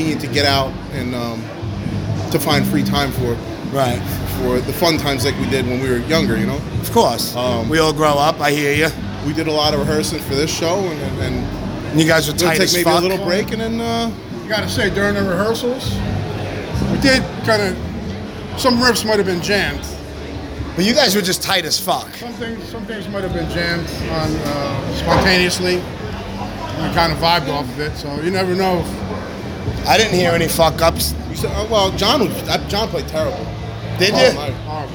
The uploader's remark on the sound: Live from This Is Hardcore 2018. In a very loud and chaotic backstage area at This Is Hardcore 2018. With a little side conversation.